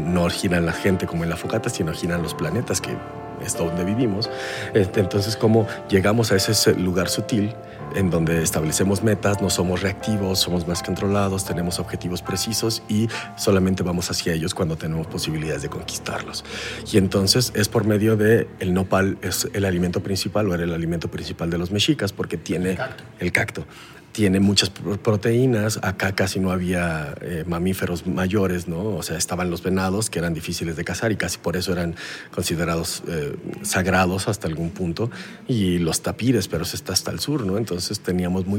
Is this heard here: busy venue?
yes